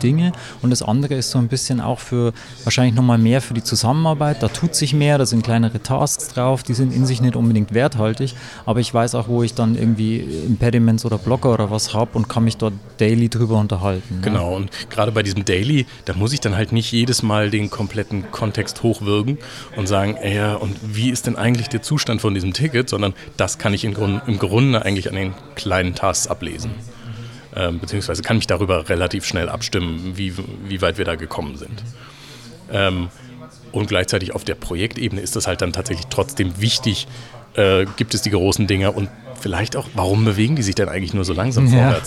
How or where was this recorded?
busy venue